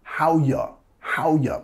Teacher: Nota que estamos reduciendo el you, el u, a un o, un sonido schwa.